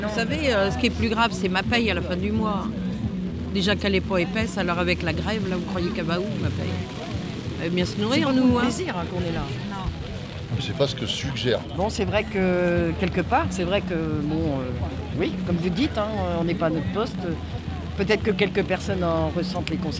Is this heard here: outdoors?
yes